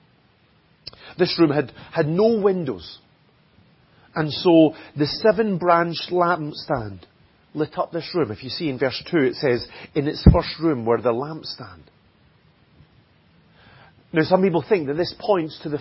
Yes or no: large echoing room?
yes